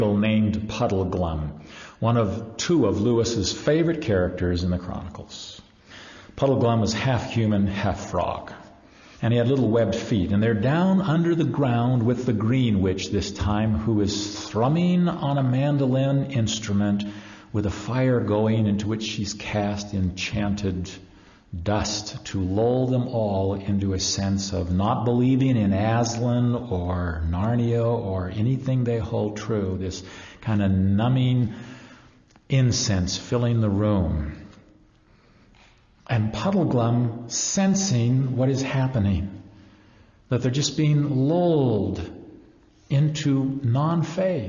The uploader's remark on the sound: ACU Sunday Series. Live presentation.